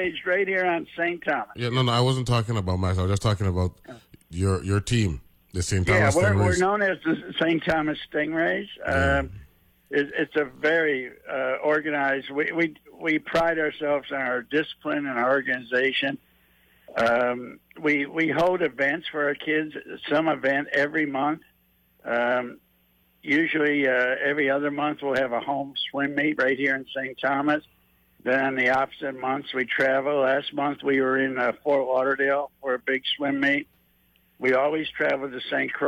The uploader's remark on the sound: joined on the phone